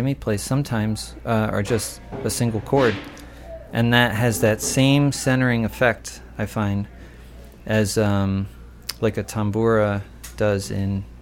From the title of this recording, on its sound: at the Blue Front Cafe